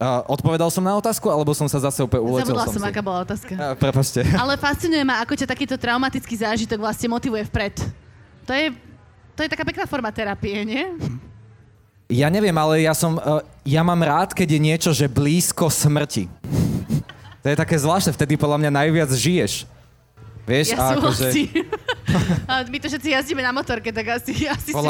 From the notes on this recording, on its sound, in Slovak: počas live nahrávania Všesvet Podcastu na festivale Grape